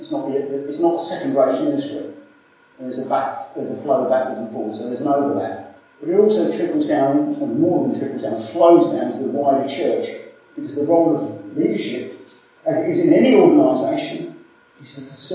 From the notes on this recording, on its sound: Apologies for poor sound quality in this recording.